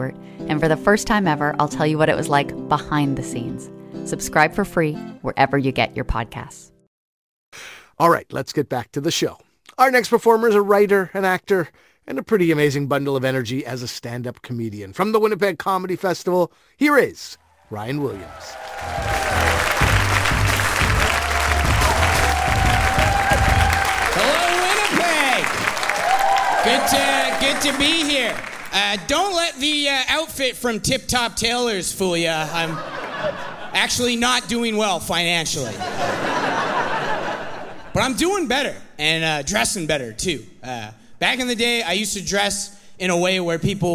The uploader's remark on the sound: From the Winnipeg comedy festival